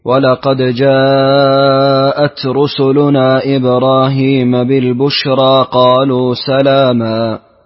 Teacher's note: ولقد جاءت رسلنا إبراهيم بالبشرى قالوا سلاما. أحسنت، قرأت لقالون بقصر المنفصل